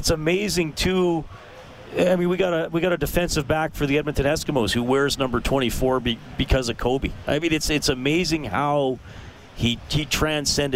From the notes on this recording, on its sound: live at West Edmonton Mall for the Oilers Open Practice and Autograph Session.